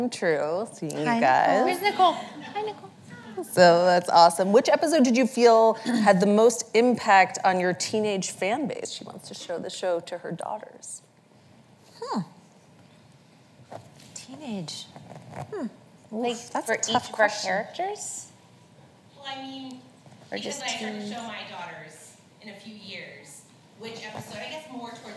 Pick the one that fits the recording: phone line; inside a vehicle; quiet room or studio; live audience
live audience